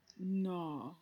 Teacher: You're starting from up and then you're dropping it. No. It just goes down, all the way down.